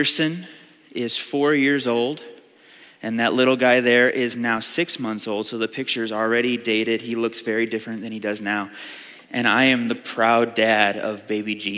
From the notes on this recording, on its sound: Audio file of the Sunday Morning Sermon.